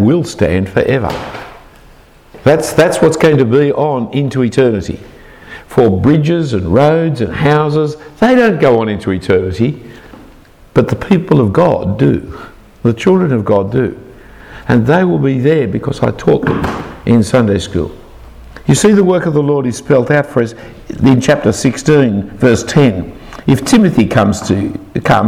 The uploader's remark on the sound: A talk given to Ministry Trainees at All Saints Church in Belfast, UK